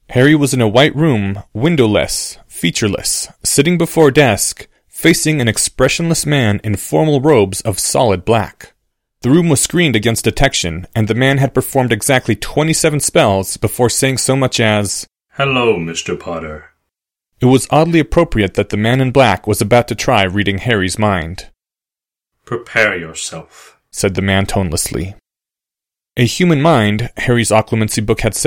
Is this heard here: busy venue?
no